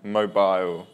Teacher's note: Stress on the second syllable.